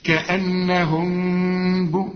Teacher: لا يبقى في غنة، الكاف من حروف الإخفاء مع الغنة هنا، صفا كأنهم، وشوف اله لازم تبان لأنها أصلها ضعيفة، كأنهم، وعندك ميم بعدها باء، كل ميم بعدها باء بدون تشكيل زي دي بيحصل إخفاء، ما تقفلش شفايفك فيها، اعمل فين فرق في الشفايف، كأنهم بو، شوف مش كأنهم، لا كأنهم بنيان، بنيان رقق الياء اللي بعدها الألف ومدهالي حركتين ألف كاملة، بنيان.